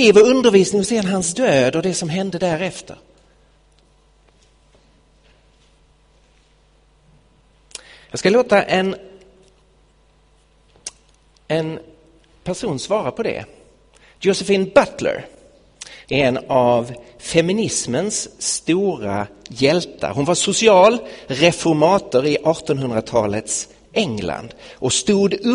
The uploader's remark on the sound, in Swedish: Inspelad i Betlehemskyrkan i Stockholm 2016-01-31.